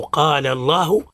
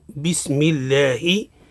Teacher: لفظ الجلالة انفخموه إذا كان مسبوق بفتح نحو قال الله، أو مسبوق بضم نحو يسمع الله، ورقوه إذا سبق بكسر